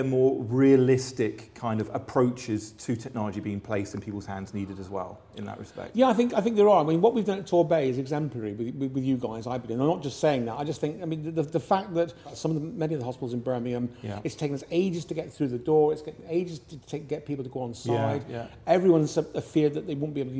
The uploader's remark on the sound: at the Medifest Plymouth Conference